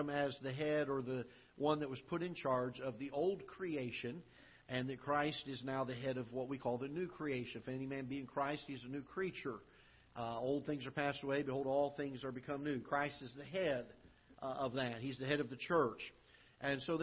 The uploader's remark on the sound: Ketha Heights Baptist Church ~ Live Broadcast